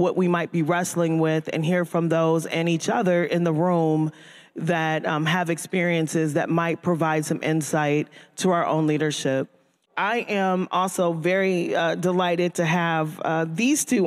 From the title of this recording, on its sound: Live! Nonprofit Board Lab 2023: New Commonwealth Fund Panel